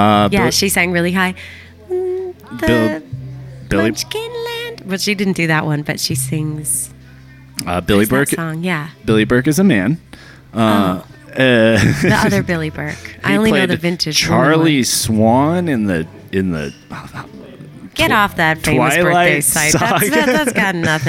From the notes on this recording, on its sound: coming live from Downtown Blues Coffee in Las Cruces New Mexico